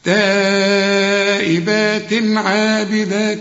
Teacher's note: شوف تائبات عابدات، شوف تائبات عابدات، ما تقولش تائبات، لا ما تغنش، علشان كل تنوين بعد عين ما تغنش، لأن العين من حروف الإظهار. عابدات في نهاية العين ألف كاملة، وفي نهاية الدال ألف كاملة، عشان تقول عابدات مدود قد بعض.